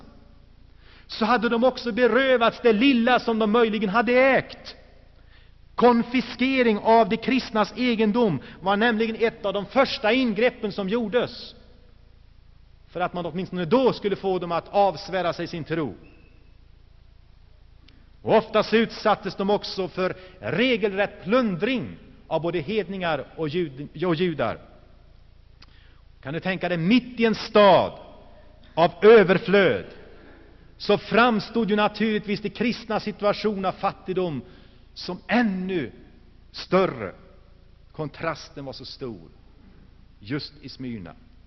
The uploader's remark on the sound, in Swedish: Inspelad i Saronkyrkan, Gšteborg.